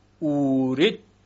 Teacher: در روایت دوری اینجا ادغام انجام میشود، اورثتموها. دیگر صدای سا سه نقطه شنیده نمیشه